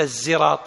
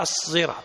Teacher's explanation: الصحيح أنه ليس بالزاي، وإنما بالصاد المشبعة الموصلة لمخرج الزاي · Shown in: second take · يعني ما يصير تقول الزراط، لا، هي الصراط هكذا.